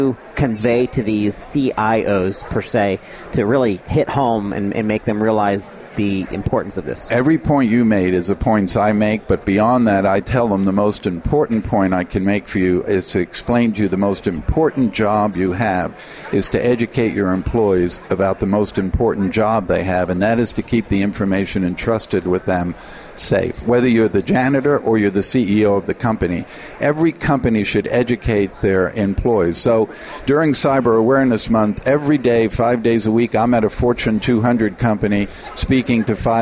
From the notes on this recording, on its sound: The episodes were broadcast live in Experian Health’s booth (#3503). The episodes were broadcast live in Experian Health’s booth (#3503) at the The HIMSS17 Annual Conference and Exhibition.